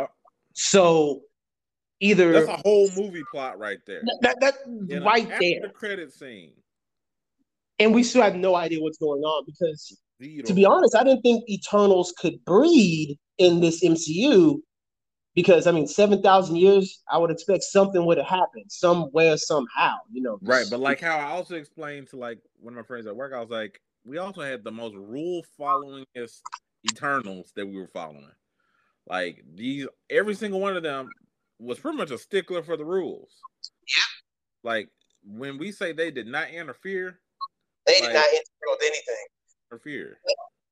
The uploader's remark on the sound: Sorry in advance for any disruptions due to connection issues!